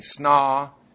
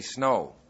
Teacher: a shift from long A to long O. So instead of saying snaw, we say snow.